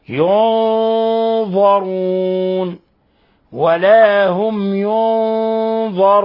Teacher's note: قوله تعالى ينظرون، نون ساكنة جاء بعدها حرف الضاء، الحكم التجويدي إخفاء حقيقي. ونلاحظ كيف فخمنا الغنة، لأنه جاء بعد النون أحد حروف خص ضغط قض، أحد حروف التفخيم، أحد الحروف المفخمة، فتفخم الغنة تبعا لذلك.